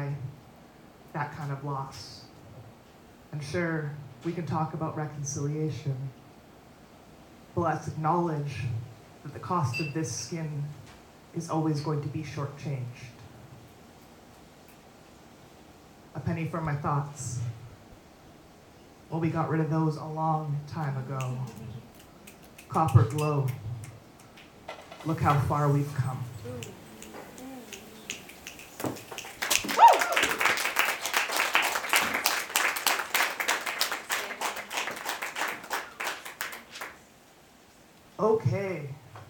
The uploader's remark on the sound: Recorded at the February Expressions spoken word open mic at Cafe Koi. Recorded at the February Expressions spoken word open mic at Cafe Koi. All these people together in a space sharing art and having fun.